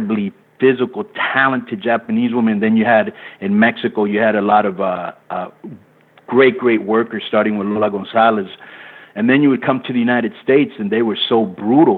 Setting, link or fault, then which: link, phone line